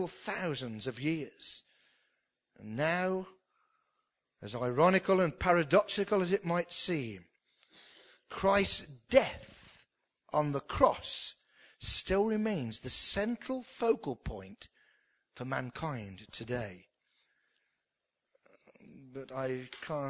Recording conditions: large echoing room